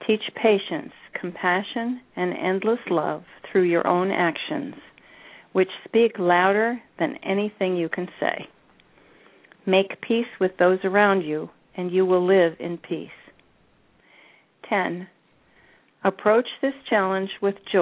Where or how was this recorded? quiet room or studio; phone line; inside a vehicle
phone line